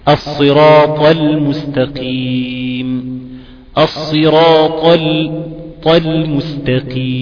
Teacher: عندك حرف الطاء ده حرف مفخم او مستعلن مطبق في اطباق